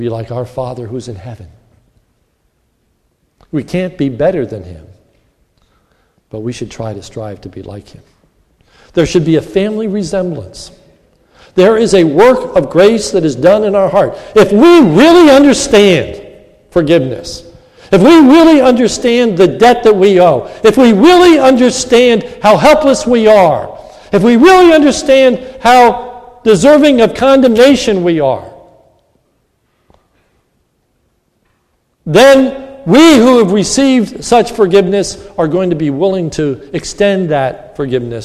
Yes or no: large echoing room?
yes